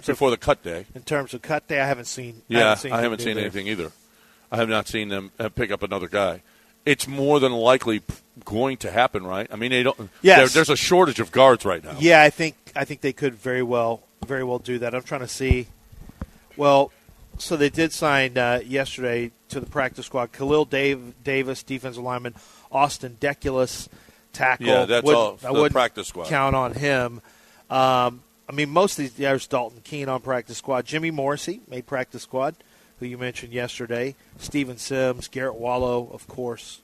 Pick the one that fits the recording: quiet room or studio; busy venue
busy venue